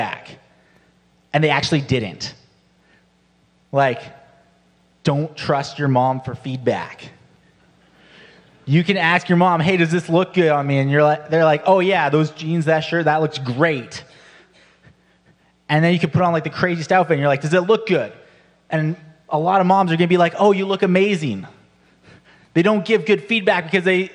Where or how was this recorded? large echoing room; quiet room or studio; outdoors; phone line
large echoing room